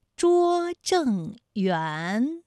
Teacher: 园的韵母是乌安，它就是前鼻韵母